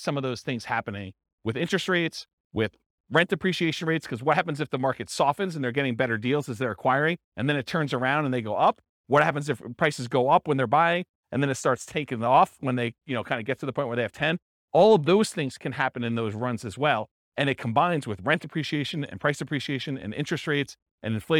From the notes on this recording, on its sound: This was a live class recorded.